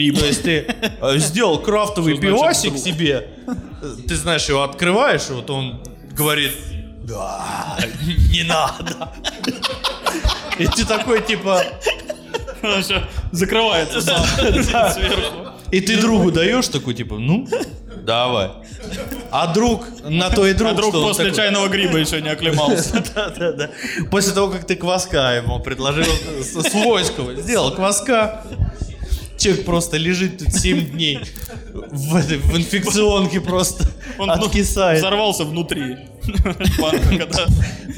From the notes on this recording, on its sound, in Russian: ЖИВОЙ выпуск подкаста! Мы впервые записывали подкаст с живой аудиторией в баре.